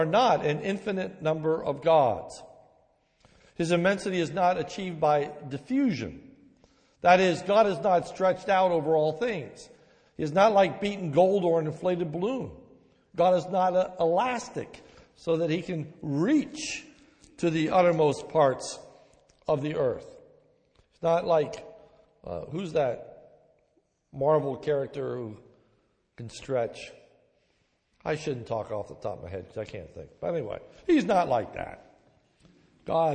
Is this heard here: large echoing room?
yes